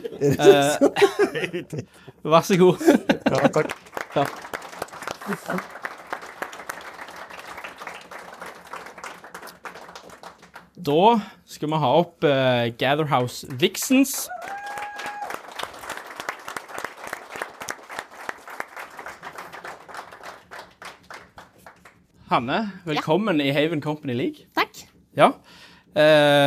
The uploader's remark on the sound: Live fra kickoff i 3.div på Haven.